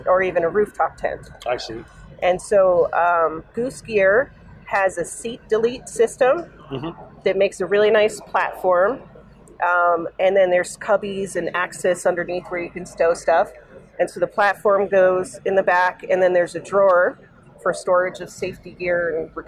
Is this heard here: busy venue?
yes